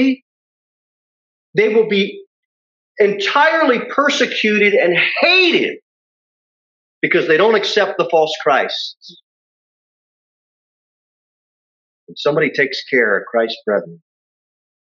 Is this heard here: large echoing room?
yes